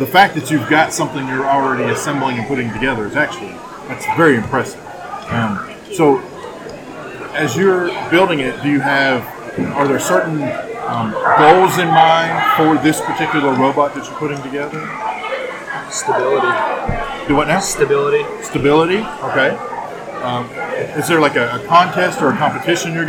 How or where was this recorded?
busy venue